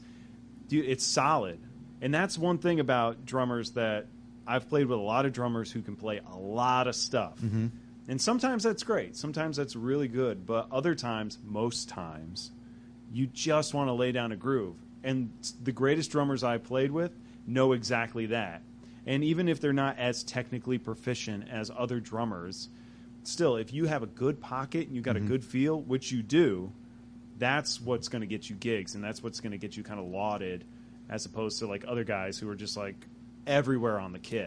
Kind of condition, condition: setting, busy venue